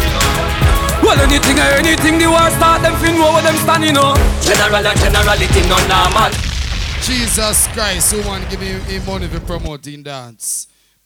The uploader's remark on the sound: LIVE AT (MODELS&BOTTLES).